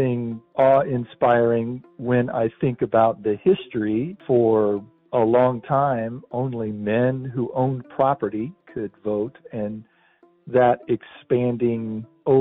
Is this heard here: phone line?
yes